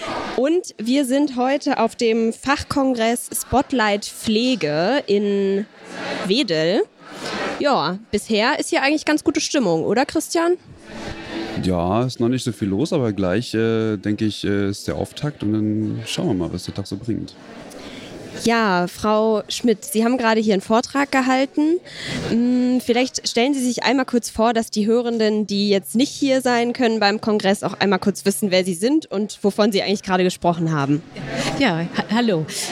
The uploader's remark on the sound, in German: Live vom Spotlight Pflege